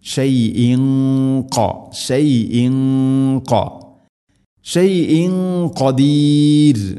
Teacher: തൻവീനിന് ശേഷം ഖാഫ് വന്നാൽ ഇഖ്ഫാവും ബിഗുന്ന, അവ്യക്തമാക്കി മണിക്കണം. അതിൻ്റെ കൂടെ ശ്രദ്ധിക്കേണ്ടത് ഖാഫ് സ്വരഭാരത്തിൽ ഉച്ചരിക്കേണ്ട അക്ഷരമാണ്.